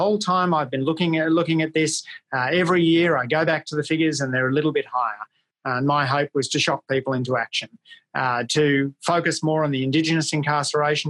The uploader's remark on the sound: ACEMS Virtual Public Lecture